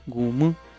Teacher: casa en mazahua es gumu, con tono bajo